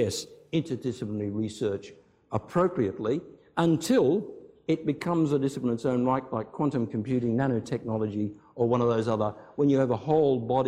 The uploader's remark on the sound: IFE Grand Challenge Lecture, recorded 27 October 2017 at QUT